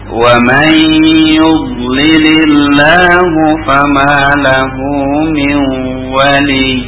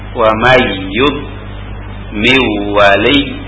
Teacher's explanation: nun yang dilebur kepada huruf ya dan wawu itu, nah, juga menimbulkan ghunnah yang panjang · Shown in: first take